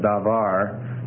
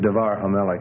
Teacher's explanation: You get a shortening down to a schwa in the first syllable. · Shown in: second take